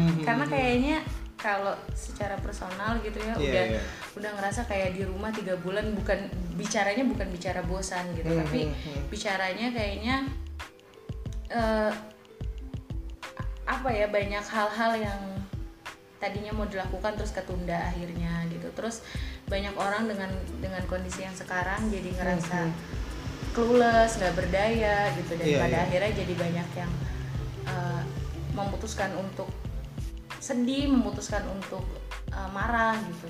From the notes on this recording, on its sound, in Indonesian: maaf jika masih banyak noise